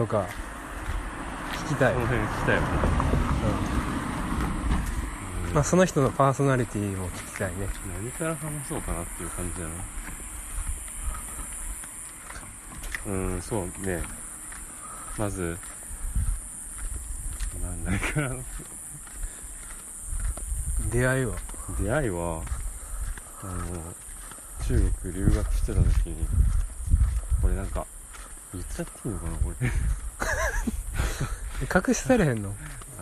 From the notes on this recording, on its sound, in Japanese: お散歩収録。夜は虫の音。